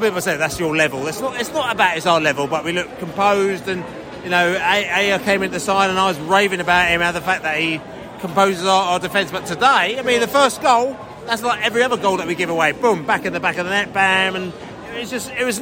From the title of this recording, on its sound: post-match podcast from the stands